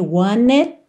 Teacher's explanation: Aqui ele ligou want com it, pelo N, want it, e percebe que você não ouve o T de it, só esse corte mesmo do som